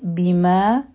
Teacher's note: ما حرفی مده دی، مدی طبعی دی، دوه حرکه به راکاږو